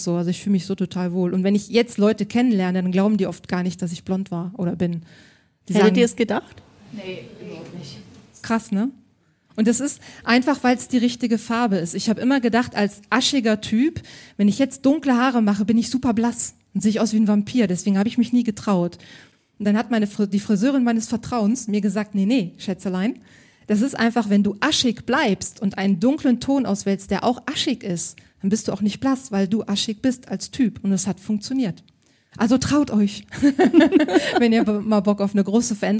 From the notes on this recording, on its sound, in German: vor Live-Publikum